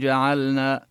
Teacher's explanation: نبين اللام حتى يعني لا يسمع السامع كأنها أدغمت بالنون